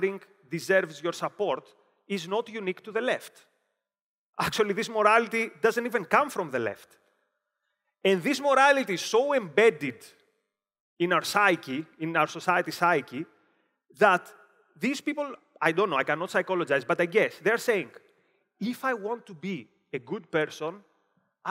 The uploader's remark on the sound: Delivered at OCON 2023 in Miami, Florida.